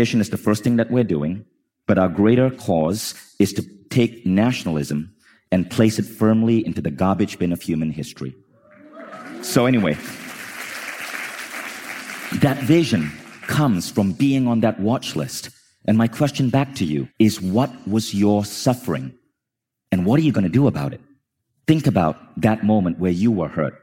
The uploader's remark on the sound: This talk is brought to you from Mindvalley's Reunion stage in Los Angeles 2019